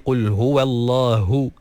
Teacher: keluarkan ha tu dengan makhrajnya daripada pangkal kerongkong yang paling bawah, dan keluarkan anginnya sekali. Qul huwallahu, barulah dengar ha tu jelas.